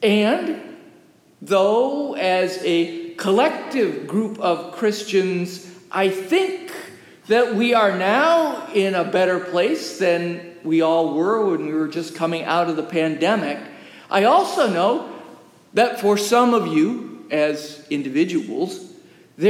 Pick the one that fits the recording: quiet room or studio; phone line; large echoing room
large echoing room